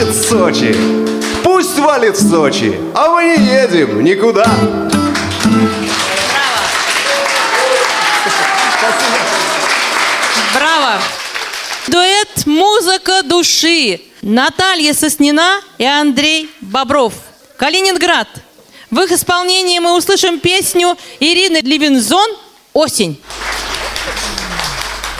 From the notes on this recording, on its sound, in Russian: Концертный зал Радио ВОС представляет.... Гала-концерт Всероссийского фестиваля бардовской песни ВОС «Пой, гитара 2018». 14 участников из 12 регионов России. В этот выпуск программы вошла аудиозапись гала-концерта фестиваля.